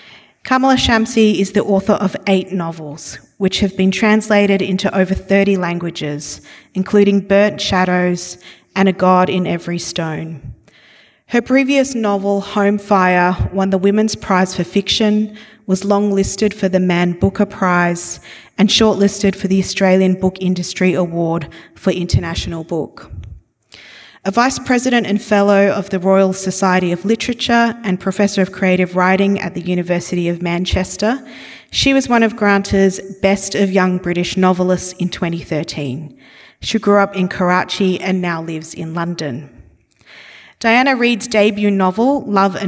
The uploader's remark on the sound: This event was recorded on Wednesday 9 November 2022 at The Capitol as part of the Wheeler Centre’s Spring Fling program.